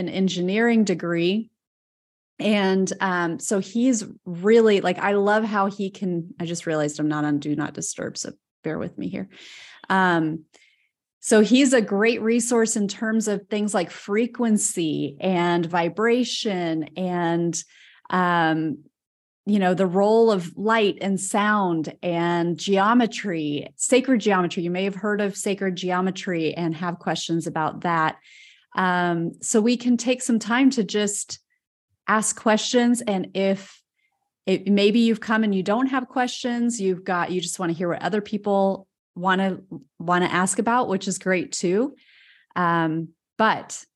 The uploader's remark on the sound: This live Ask Me Anything webinar, which was streamed on the Conscious Awakening Network.